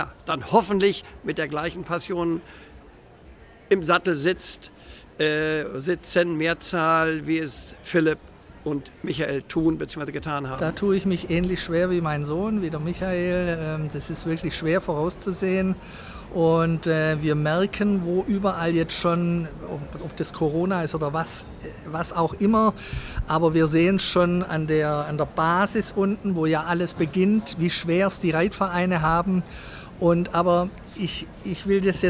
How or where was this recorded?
busy venue